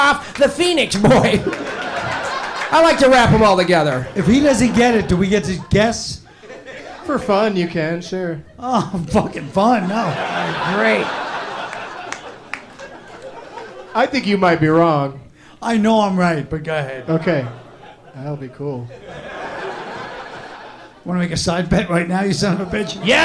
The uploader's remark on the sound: Live from The Punchline Comedy Club in Atlanta.